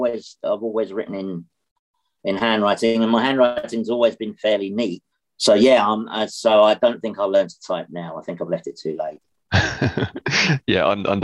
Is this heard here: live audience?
no